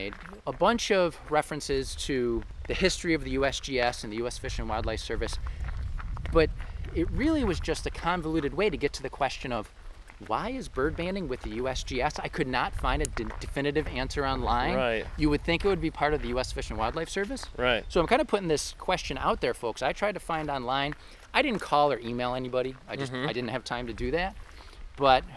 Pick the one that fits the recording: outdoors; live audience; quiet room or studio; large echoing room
outdoors